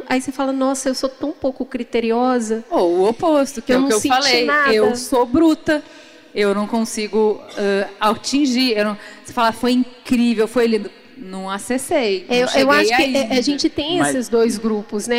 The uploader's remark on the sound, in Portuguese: Em abril estivemos na Rio2C pra uma conversa muito inspiradora. Neste papo gravado ao vivo.